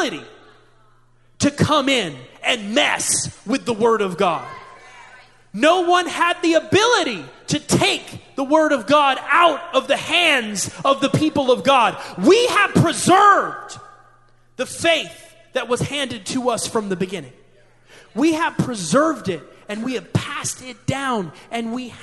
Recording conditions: live audience